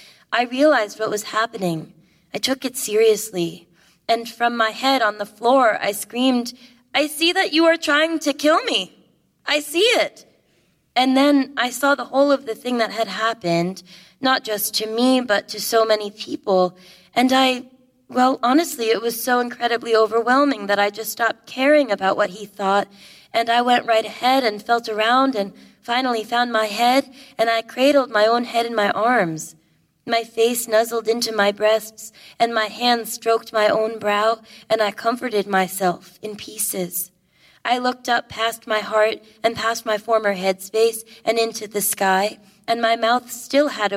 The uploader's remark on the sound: Recorded 15 January 2020 at The Wilshire Ebell Theater in Los Angeles.